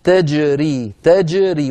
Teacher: لما تنطق كلمة تجري انتبه إلى الجيم أن تبقى ساكنة مقلقلة هكذا تجري. ومن يطع الله ورسوله ندخله جنات تجري من تحتها الأنهار خالدين فيها وذلك الفوز العظيم.